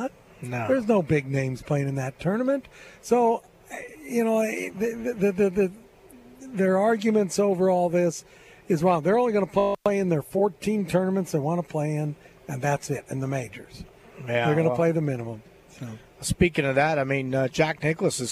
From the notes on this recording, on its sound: LIVE From Terry Thompson Chevrolet